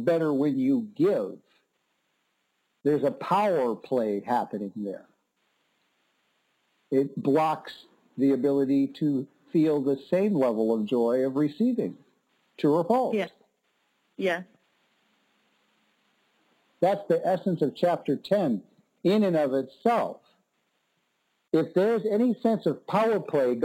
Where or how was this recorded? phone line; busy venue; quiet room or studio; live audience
phone line